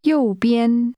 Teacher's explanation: The tones are high falling and high level.